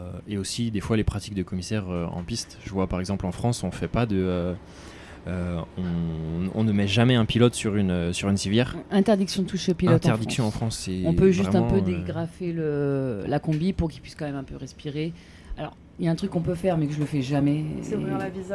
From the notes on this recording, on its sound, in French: enregistré au circuit de Magny-cours lors de la manche du WSBK